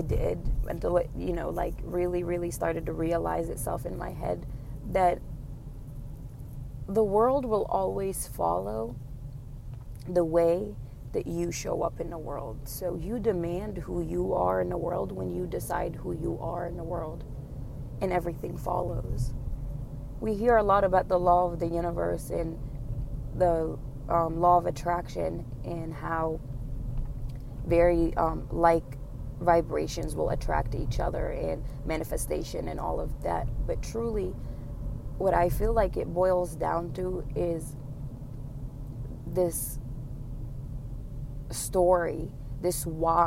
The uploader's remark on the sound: This was recorded in a car.